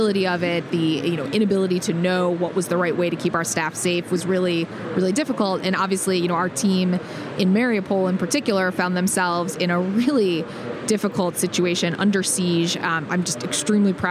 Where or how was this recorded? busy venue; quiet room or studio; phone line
busy venue